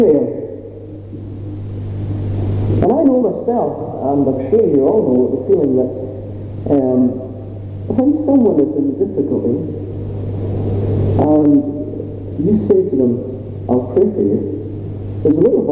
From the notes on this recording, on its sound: Apologies for the sound quality